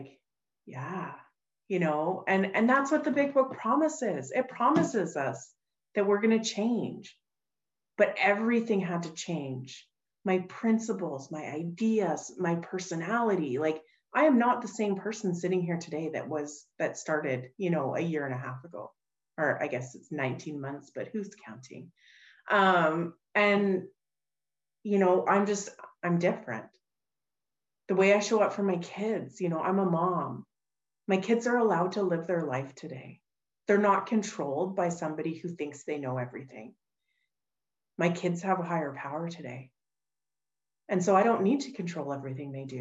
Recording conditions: video call